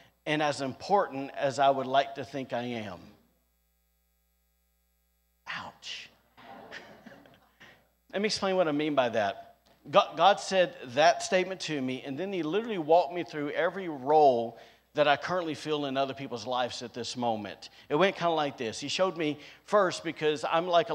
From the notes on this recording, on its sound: recorded on Sunday, June 19th, 2022, during service at The Anchor Church in Rockport, Maine